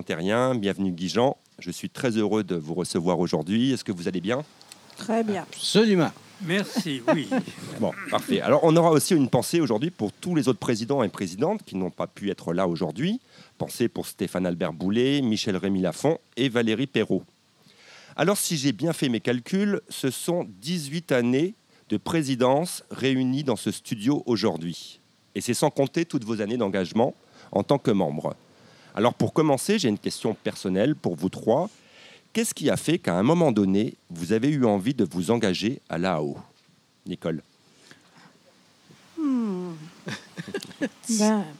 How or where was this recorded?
outdoors